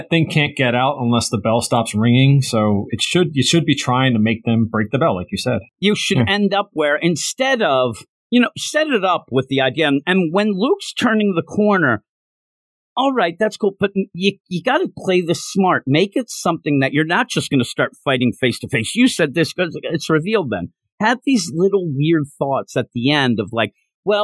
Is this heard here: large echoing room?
no